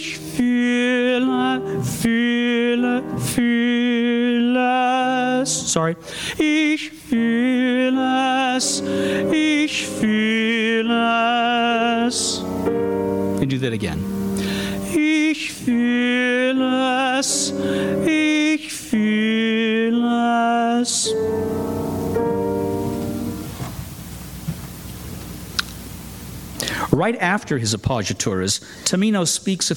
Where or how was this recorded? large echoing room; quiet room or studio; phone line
large echoing room